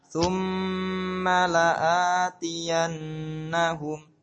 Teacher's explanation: Perhatikan hamzah la'a. La'a itu dibaca panjang a-nya ya. Karena posisinya di tengah.